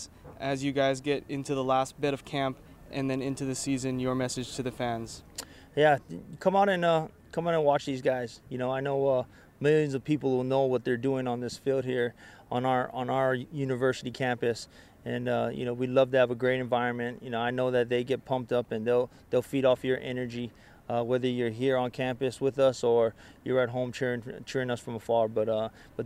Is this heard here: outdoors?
yes